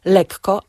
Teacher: mówimy lekko, zdecydowanie podwajając spółgłoskę, oddzielając te spółgłoski od siebie